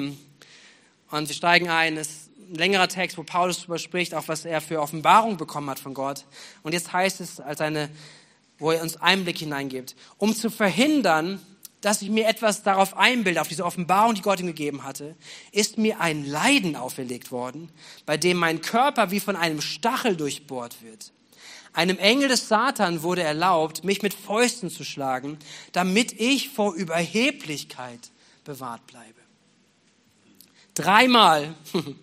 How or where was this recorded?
large echoing room